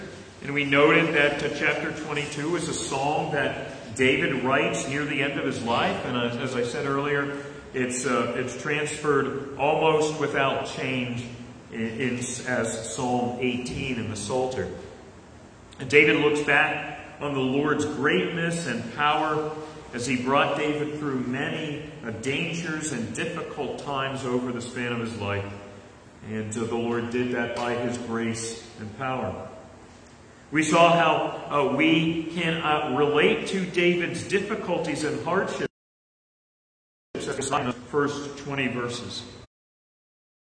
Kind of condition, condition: setting, live audience